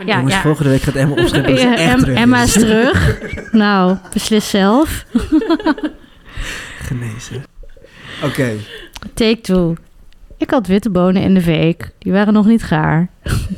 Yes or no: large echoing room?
no